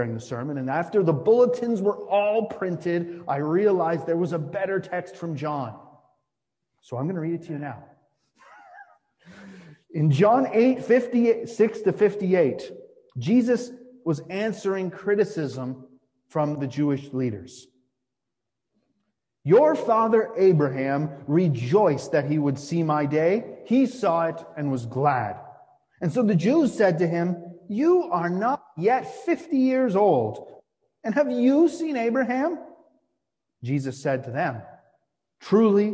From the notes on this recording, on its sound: Sermon delivered on Midweek Vespers for the First Week in Advent.